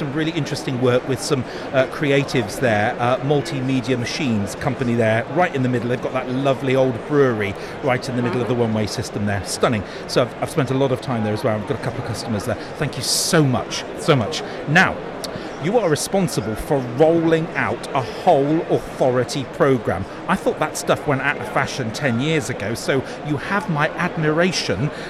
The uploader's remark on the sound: Our second NetSupport Radio LIVE show from stand NL44 at BETT2020